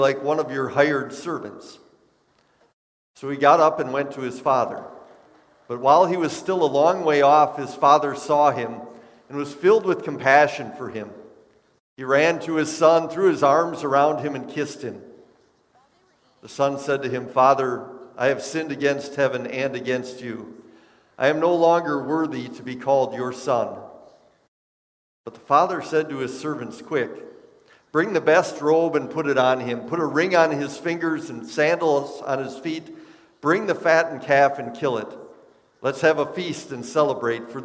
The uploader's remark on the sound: Bethany, Appleton, WI. Preached this sermon at Bethany's Sunday worship on March 27, 2022.